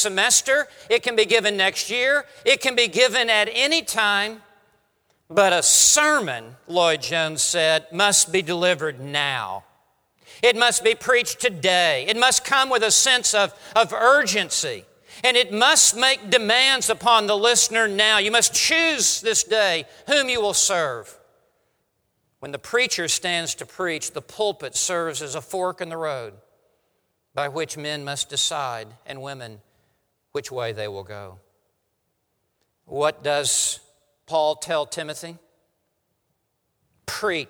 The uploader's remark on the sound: Preaches at RTS Orlando on behalf of One Passion Conference.